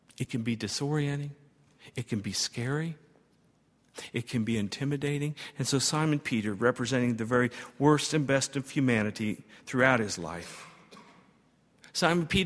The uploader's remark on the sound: At Highland Baptist Church.